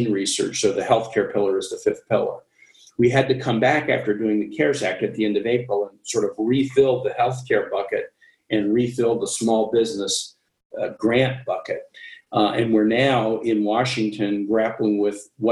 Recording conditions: video call